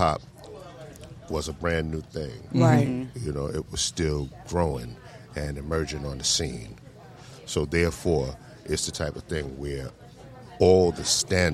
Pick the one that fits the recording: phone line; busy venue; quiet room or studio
busy venue